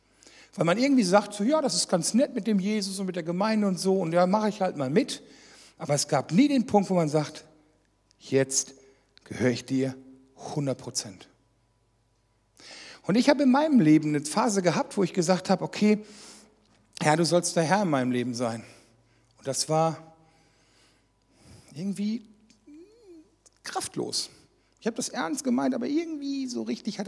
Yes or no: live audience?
yes